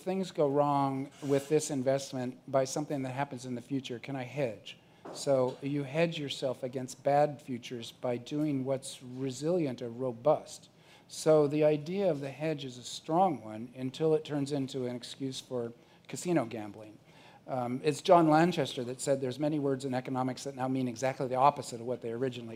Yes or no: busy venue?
yes